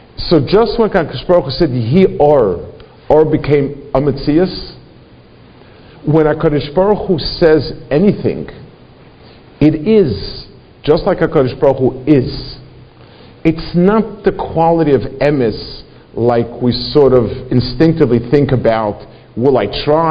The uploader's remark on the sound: Delivered in Congregation Shmorei Torah, Fair Lawn, NJ.